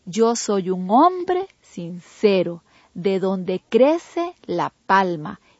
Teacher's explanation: los acentos o énfasis de voz los hacemos en las sílabas 4 y 7 de cada verso